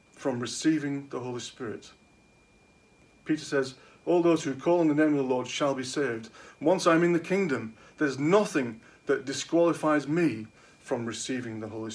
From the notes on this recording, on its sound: At King's Church, Cockermouth, as an audio file.